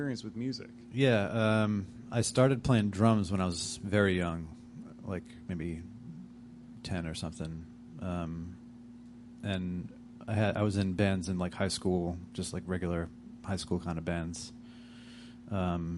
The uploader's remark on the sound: the Parlour for hosting this recording at their fine space on North Main Street in Providence